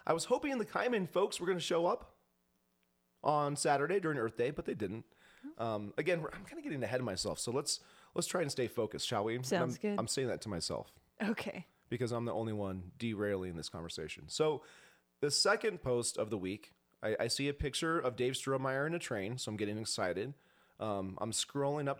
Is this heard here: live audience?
no